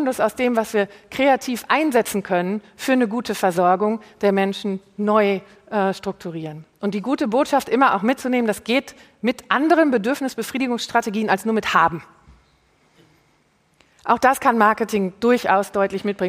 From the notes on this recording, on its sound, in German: Live vom BAM! Bock auf Morgen Festival.